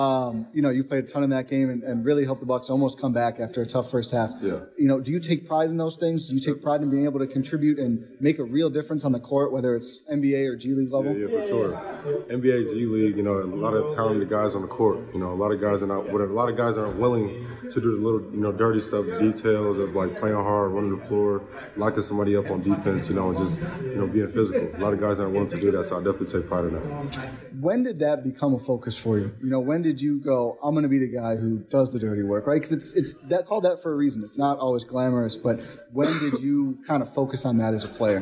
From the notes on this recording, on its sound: These interviews were recorded in the tunnel near the Herd locker room so there is some background noise, but you’ll be able to hear each player loud and clear.